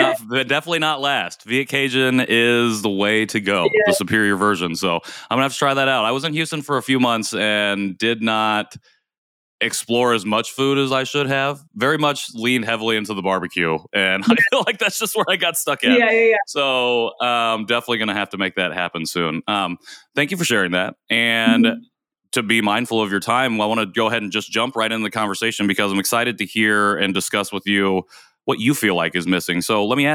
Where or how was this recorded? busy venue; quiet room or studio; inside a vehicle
quiet room or studio